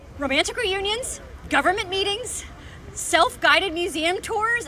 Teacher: It's fast, it's a lot of pitch variability, the voice has a bright kind of timbre to it. · Term: happy voice